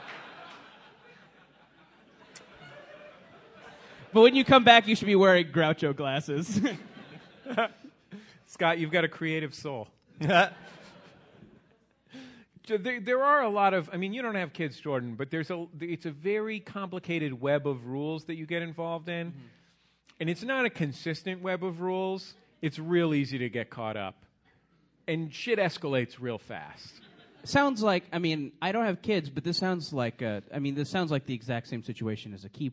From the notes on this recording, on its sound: Live at SF Sketchfest. Live on stage at the Eureka Theater in San Francisco.